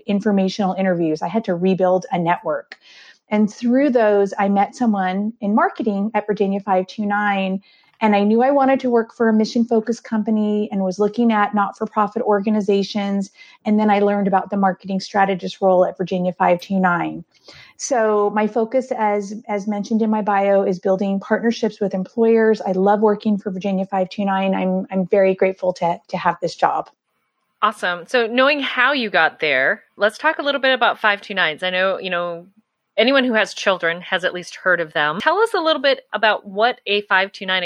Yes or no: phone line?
no